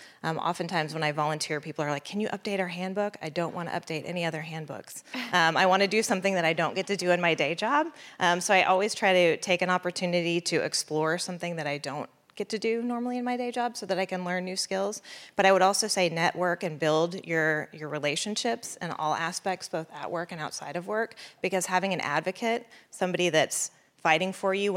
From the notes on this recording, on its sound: Highlights of the career advancement panel from the recent Ignite ICT Women's Conference.